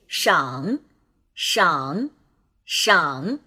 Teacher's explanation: 在坐标上是二一四，从中低到最低，最后呢再扬到中高去 · Term: 第三声